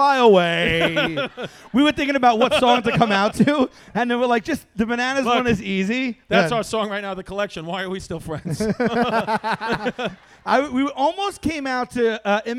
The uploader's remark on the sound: LIVE at SoulJoel's Comedy Club in Royersford,PA!